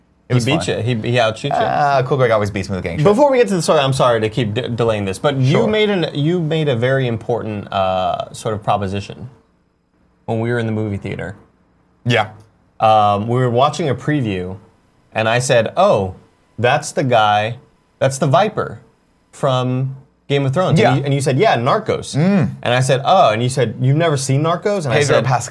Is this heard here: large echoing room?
no